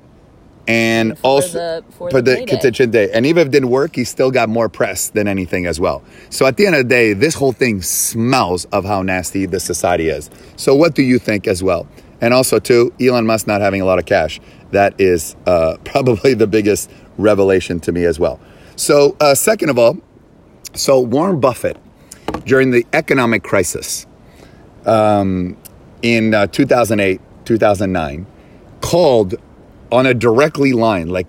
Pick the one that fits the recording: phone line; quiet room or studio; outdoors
outdoors